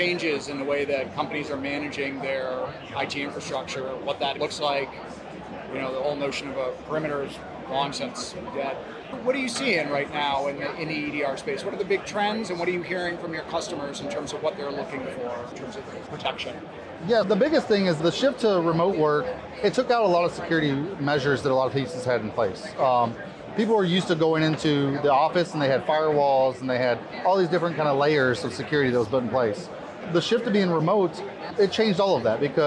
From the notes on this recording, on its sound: on the sidelines of the 2023 Black Hat USA conference